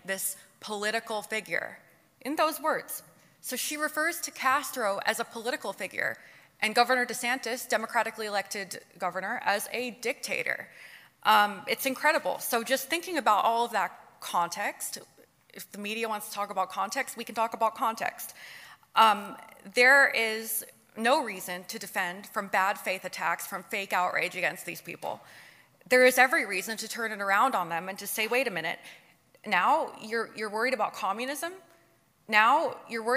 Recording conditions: live audience